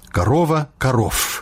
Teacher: Расейскі шумны зычны «в» аглушаецца ў «ф»